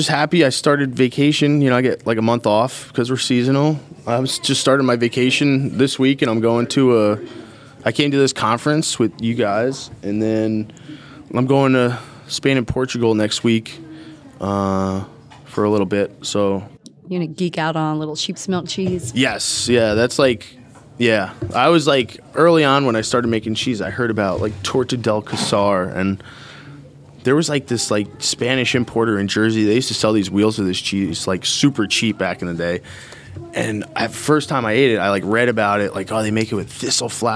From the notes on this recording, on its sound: caught up with him at the Cheesemakers’ Resource Conference in Lancaster County